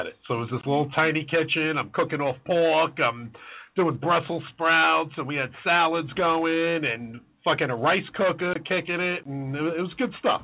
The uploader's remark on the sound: The boys may have a hot sauce maker coming into the studio. A great show includes live callers.